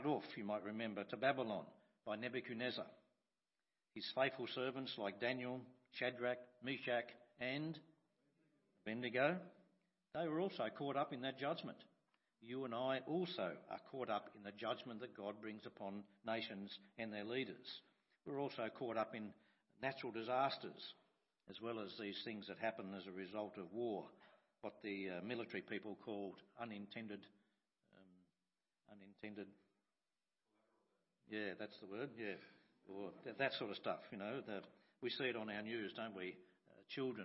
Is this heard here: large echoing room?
yes